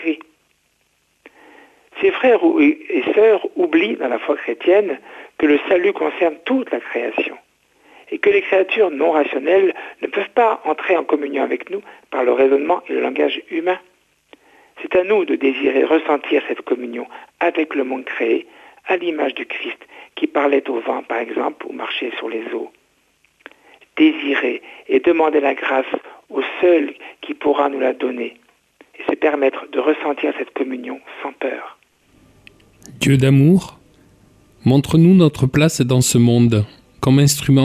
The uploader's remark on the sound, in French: invité par téléphone